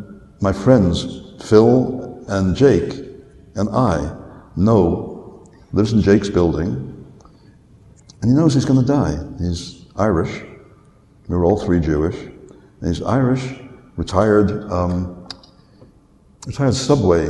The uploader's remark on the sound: recorded live at Westercon 67